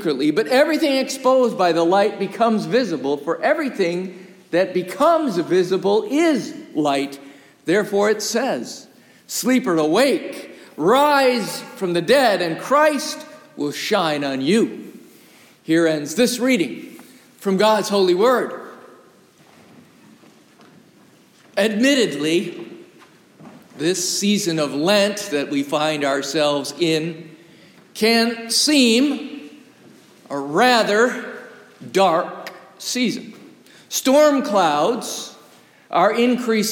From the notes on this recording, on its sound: Recorded live from the historic, 317-year-old sanctuary of (Old) Rehoboth, the "Birthplace of American Presbyterianism".